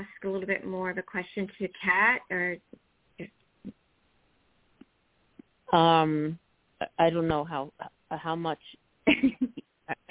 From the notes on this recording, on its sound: THIS SHOW WAS PREVIOUSLY RECORDED. Talk with previously recorded callers.